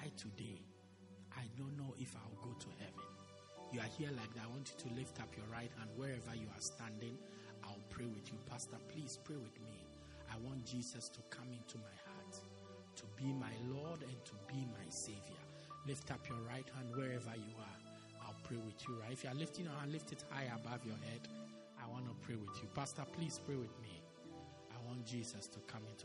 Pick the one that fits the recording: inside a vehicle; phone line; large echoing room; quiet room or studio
large echoing room